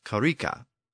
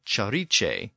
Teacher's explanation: the K sound had become a CH sound in Old English. So Karika became Chariche in Old English. · Term: assibilation